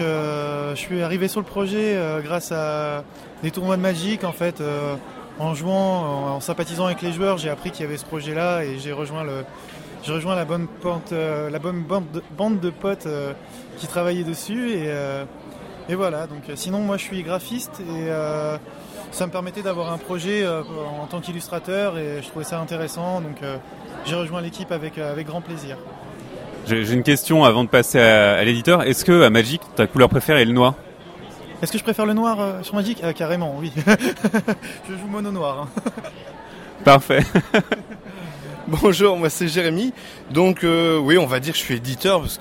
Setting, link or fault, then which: setting, busy venue